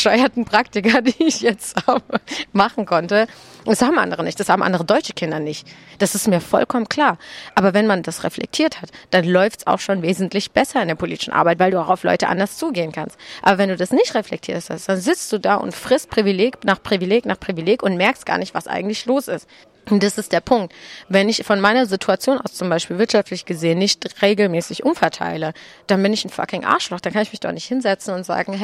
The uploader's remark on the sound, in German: In dieser Ausgabe von »ILTIS in Bermudas«, die wir in einem Wirtshaus in der Neckarstadt aufgenommen haben